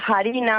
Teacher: la variante oriental, que tienen la H aspirada